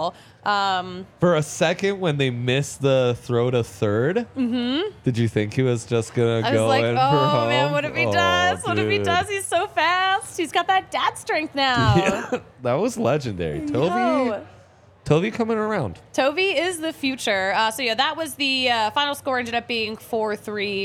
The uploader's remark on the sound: coming to you LIVE from the DNVR Bar